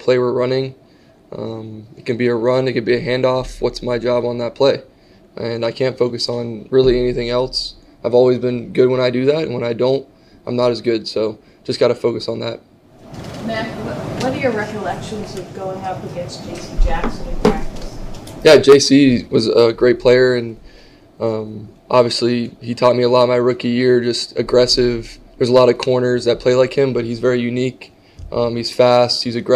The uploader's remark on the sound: addresses the media during his press conference at Gillette Stadium on Wednesday, October 4, 2023